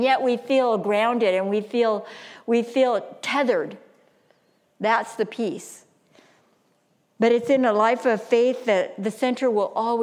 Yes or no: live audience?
yes